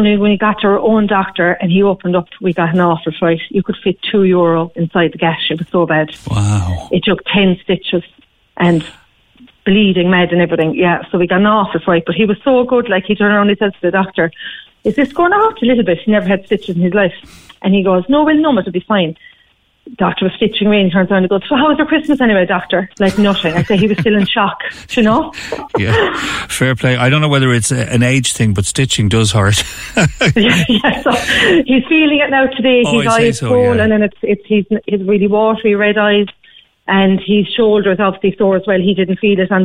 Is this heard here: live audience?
no